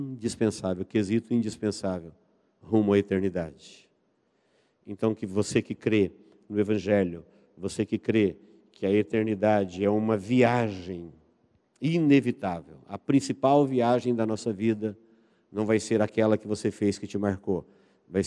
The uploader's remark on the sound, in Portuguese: Igreja Evangélica Manancial de Águas Vivas - Araçatuba - Rua XV de Novembro, 847. Esta mensagem foi gravada ao vivo quando ministrada na Igreja Evangélica Manancial.